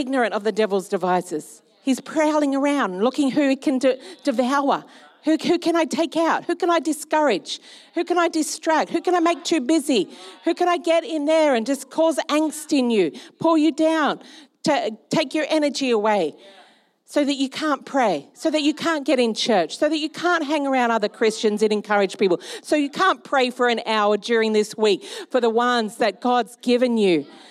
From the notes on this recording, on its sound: Recorded during our Melbourne East service on Sunday, the 2nd of April 2023